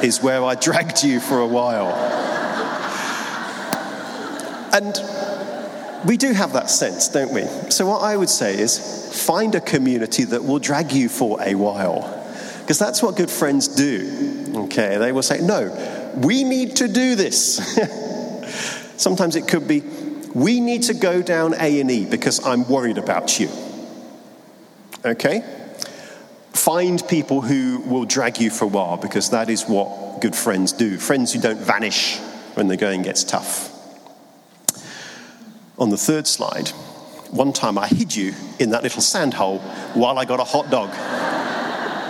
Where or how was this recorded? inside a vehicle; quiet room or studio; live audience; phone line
live audience